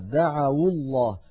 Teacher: دعوا الله، عفوا دعوا الله، دعوا هذه واو جماعة وليست واو جماعة، دخلت على فعل دعا فصار عندنا واو ساكنة مفتوح ما قبلها يعني حرف لين، دعوا، فلما التقت مع الساكن بعدها حركت الواو بالضم فصارت دعوا الله.